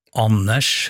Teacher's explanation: De kan også si Anders uten D-en